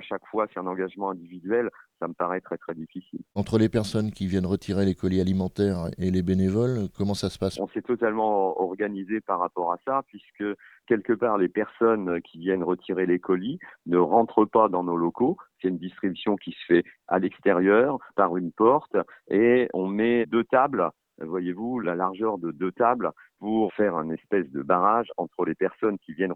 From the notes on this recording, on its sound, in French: nous avons joint par téléphone